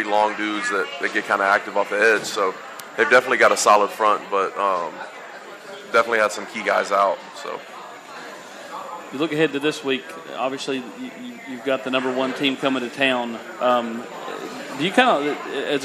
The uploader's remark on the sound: Tennessee Prime is live from Gus's World Famous Fried Chicken